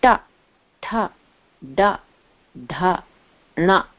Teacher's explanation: ये भी अपर पैलेट है बट थोड़ा आगे, मूर्धन्य, उस ऊपर एकदम हाईएस्ट पॉइंट। और जीभ पलट के छूती है, the bottom of the tongue touches the roof of the mouth, मूर्धन्य